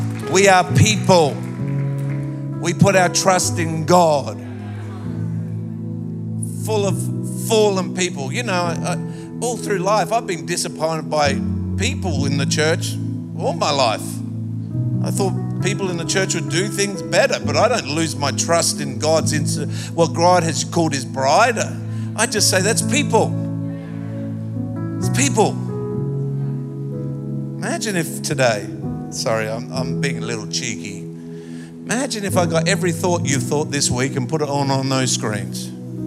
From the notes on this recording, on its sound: Recorded live at Planetshakers Church (Melbourne) on Sunday 15th of October 2023.